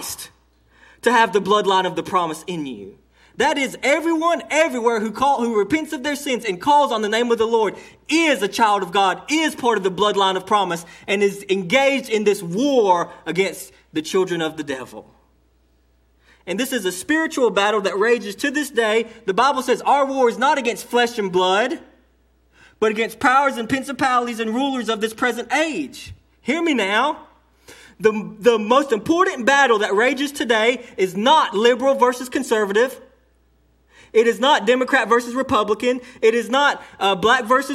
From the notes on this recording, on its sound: delivered to Cottondale Baptist Church in Eastman, GA